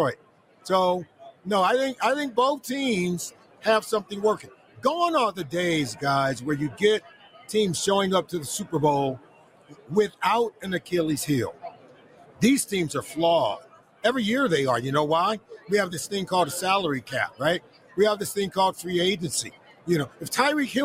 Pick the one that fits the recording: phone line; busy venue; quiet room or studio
busy venue